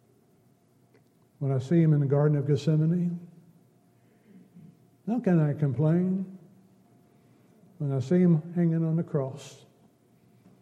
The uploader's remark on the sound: Downtown Church Of Christ Audio Sermon